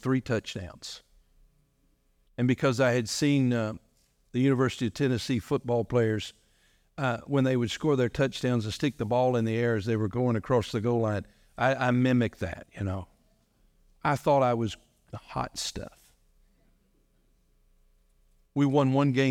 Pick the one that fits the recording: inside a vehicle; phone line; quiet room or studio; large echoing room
large echoing room